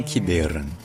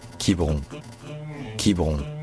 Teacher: Mais voilà, je sais pas pourquoi, lorsque le nom de la ville a été francisé, ça s'est un peu perdu, et la voyelle centrale est devenue carrément muette · Shown in: second take